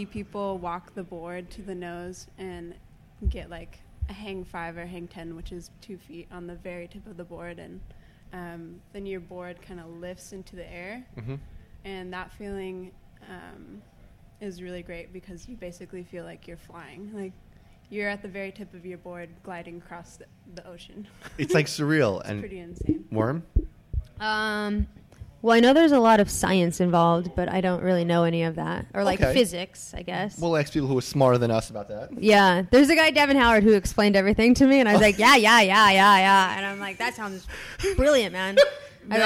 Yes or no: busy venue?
yes